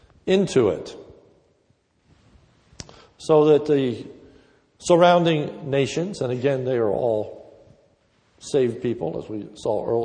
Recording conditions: large echoing room